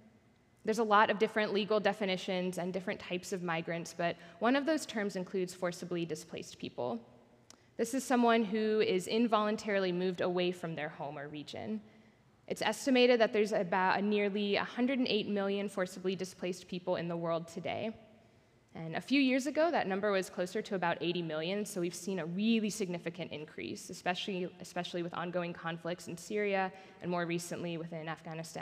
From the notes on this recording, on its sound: Recorded at our Sunday gathering on August 20th, 2023 in Port Orchard WA.